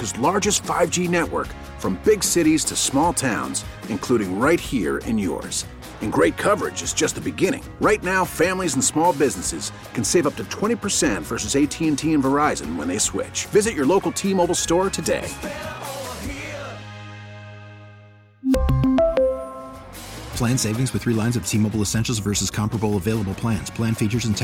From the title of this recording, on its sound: reports live from Turkeys for Tickets